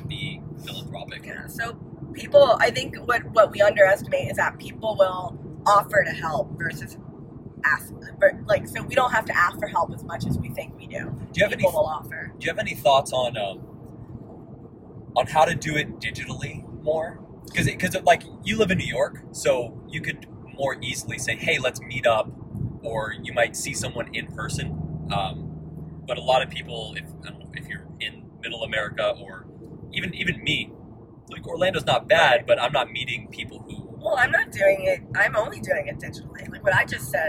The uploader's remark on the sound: On the drive back to Orlando they decide to do an impromptu podcast and talk about their experience. This was recorded in an iphone in a car with a lot of road noise. The audio is cleaned up as best as I could manage but...